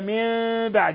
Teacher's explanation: من بعد نون ساكنة جاء بعدها الباء الحكم التجويدي إقلاب إقلاب حيث قلبنا النون الساكنة ميما مخفى عند الباء